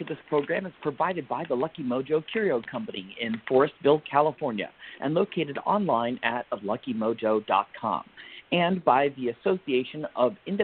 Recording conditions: phone line